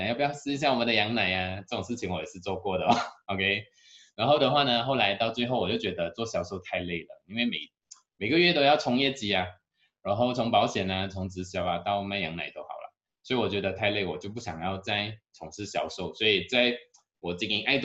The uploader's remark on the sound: Canada Zoom Seminar